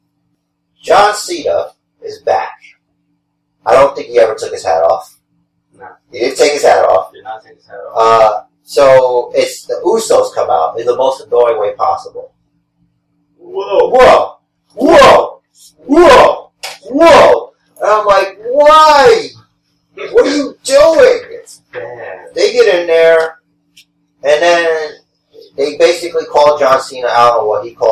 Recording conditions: poor sound quality